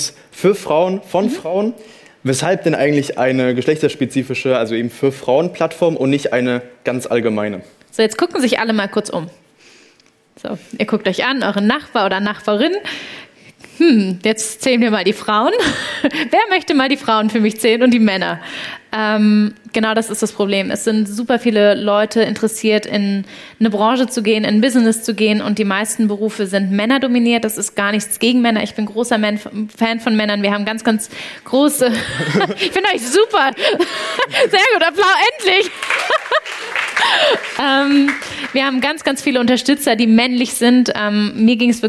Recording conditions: live audience